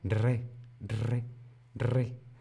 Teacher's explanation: Muy bien, esta sé que es difícil por la doble R. La primera R es simple, solamente es un poquito de aire en la lengua.